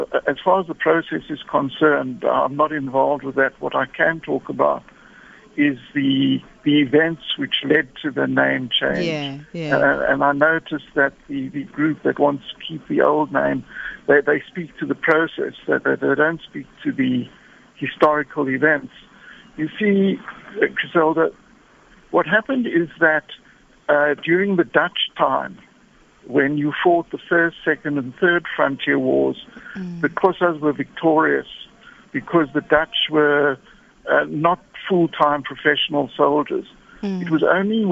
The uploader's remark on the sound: GUEST (Phone)